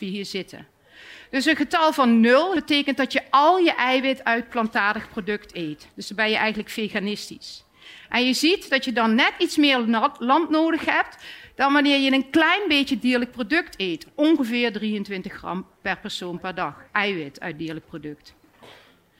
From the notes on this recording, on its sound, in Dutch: live vanuit het Betweter festival